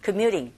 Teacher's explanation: 모음 사이에 껴있어서 t 사운드가 flap 현상에 의해서 r 소리에 가깝게 들려지게 됩니다.